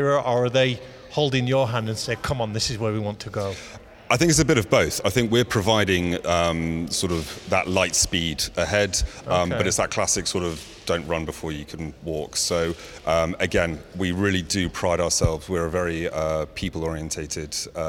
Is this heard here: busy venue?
yes